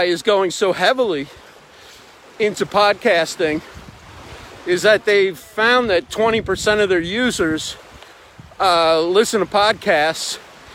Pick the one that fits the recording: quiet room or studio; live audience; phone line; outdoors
outdoors